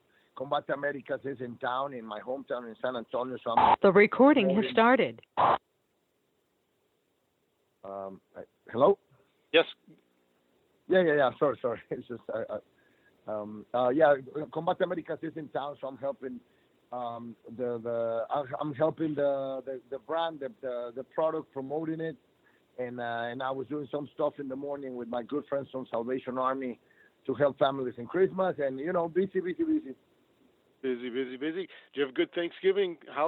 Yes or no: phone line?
yes